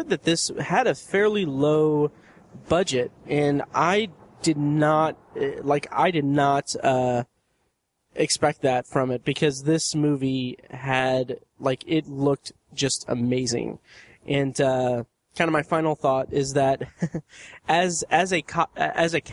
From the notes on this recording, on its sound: Recorded live outside a bookstore.